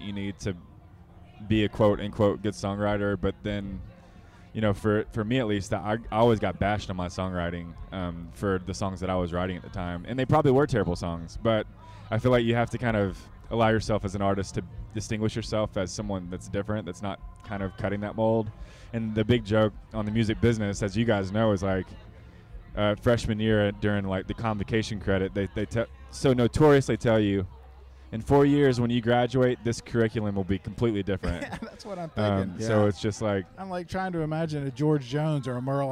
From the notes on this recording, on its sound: Sat down for a conversation with the crew from The What Podcast while at Chattanooga, Tennessee’s Moon River Festival over the festival.